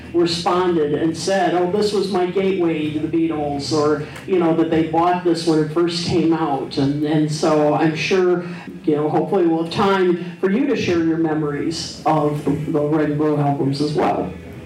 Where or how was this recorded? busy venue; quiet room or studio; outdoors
busy venue